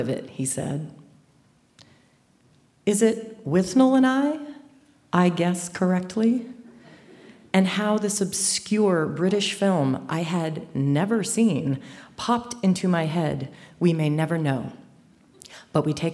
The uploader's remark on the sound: A special live edition of The Moth, brought to you from the Victoria Theater in Dayton, Ohio.